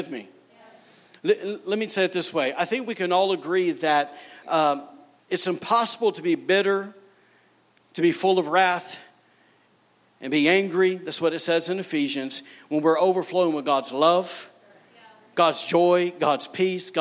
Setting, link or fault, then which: setting, large echoing room